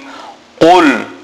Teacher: Now note the qaf. Qaf must be pronounced from the furthest point in the mouth, right in the back of the mouth.